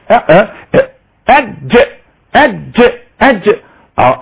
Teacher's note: رأس اللسان ملوش دعوة، رأس بس اللسان إلى الأمام، هو ملوش دعوة بالحركة، إنما عمل الجيم وسط اللسان مع وسط الحنك الأعلى. انخفاض أيضا أقصى اللسان، يبقى أج.